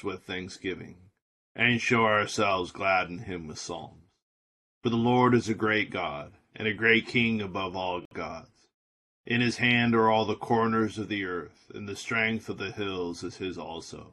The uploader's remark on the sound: This recording was trimmed automatically, so there may be a few seconds (or longer) of silence at the beginning or the end.